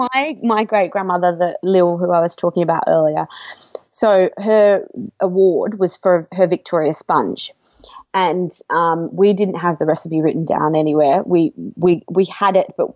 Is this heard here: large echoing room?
no